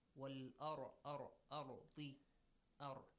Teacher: Tafkhim ar-ra, right? Because it's preceded by a fatha sound.